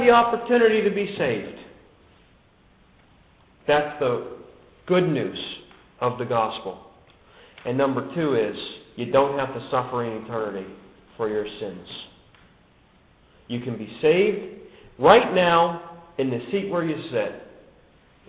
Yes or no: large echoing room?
yes